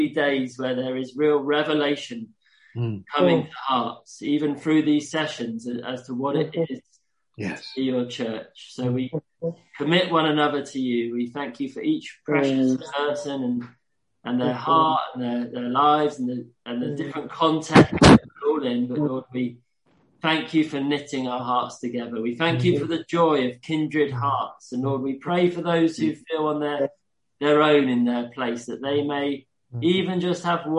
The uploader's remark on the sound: Q & A (Zoom). Teign Valley Sessions.